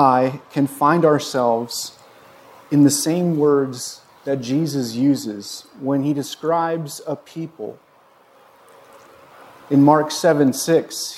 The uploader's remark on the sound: This was recorded on Jun 26, 2022 at Bethel church in Ridgefield, Wa.